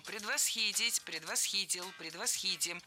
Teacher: Всегда ставим ударение на третий слог.